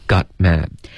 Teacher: got 结尾别用喉音停顿 OK 要用舌尖的停顿